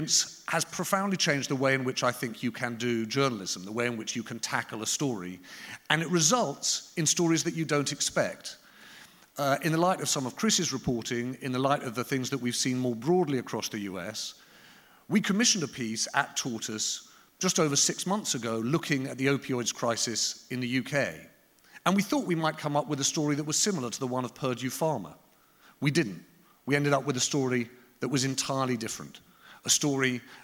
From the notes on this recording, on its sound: Recorded live at the Tabernacle in London's Notting Hill on 25th February 2019.